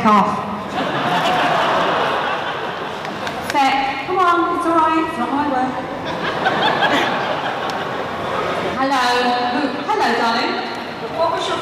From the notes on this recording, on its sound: from the MCM expo in London, May 2017